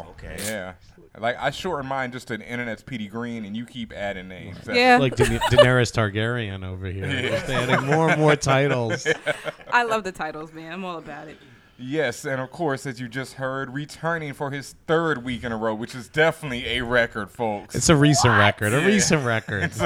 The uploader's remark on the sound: takes place live from Bergen St Comics